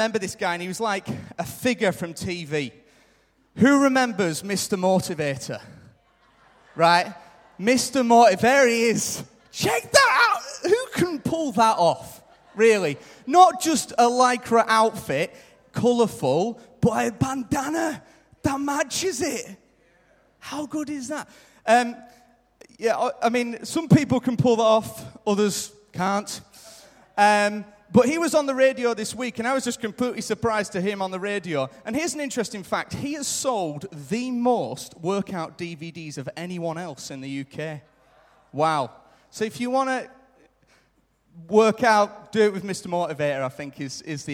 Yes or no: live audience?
yes